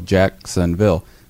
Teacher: the emphasis on Jack and Ville